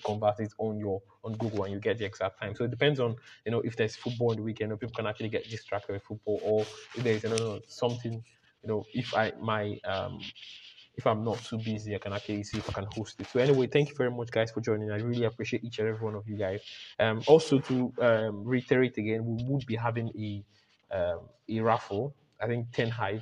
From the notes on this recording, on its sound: Video Recording of the Twelfth Book Voice Chat Discord Session.